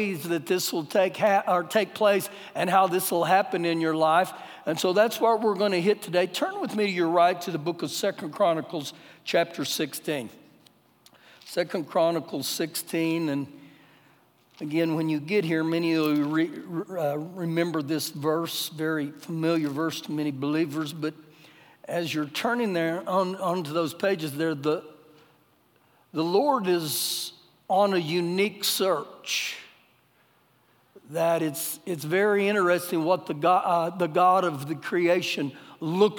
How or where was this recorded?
large echoing room